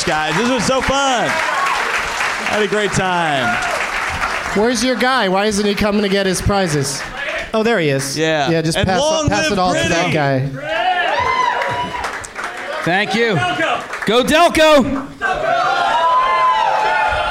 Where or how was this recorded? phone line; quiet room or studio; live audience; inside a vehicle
live audience